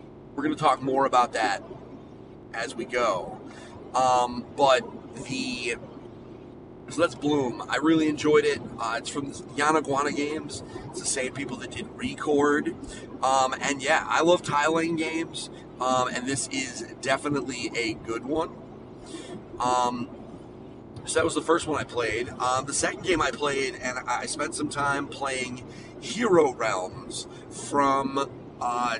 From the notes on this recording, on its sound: His ride home from Boston. PAXeast2019.